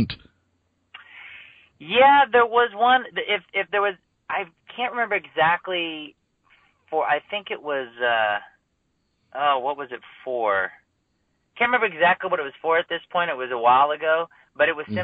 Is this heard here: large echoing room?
no